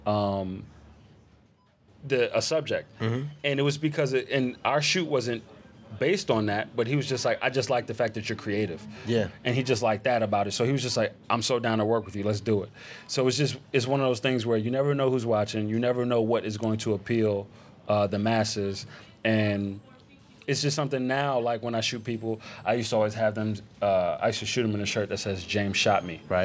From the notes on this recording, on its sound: We’re back live from the Adorama Event Space.